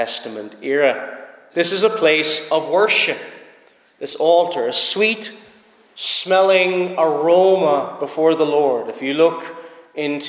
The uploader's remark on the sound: Preached at Snizort Free Church -Continuing